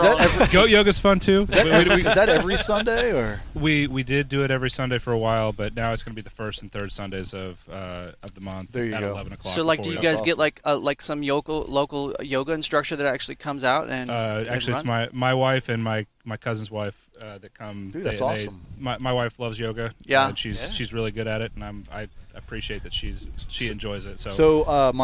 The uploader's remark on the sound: The boys take the show on the road and record at Last Flight Brewing Company in Jefferson City!